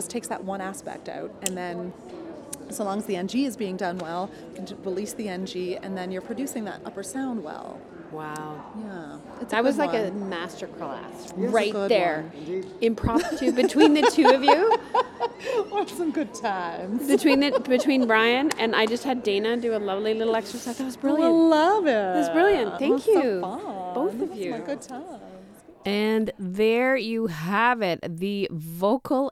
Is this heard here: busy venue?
yes